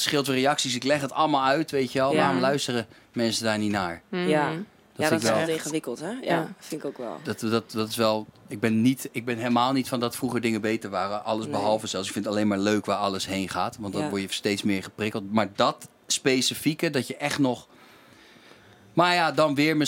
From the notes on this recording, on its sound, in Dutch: in de Kleinste Kroeg van Nederland die backstage verstopt staat bij De Vrienden van Amstel LIVE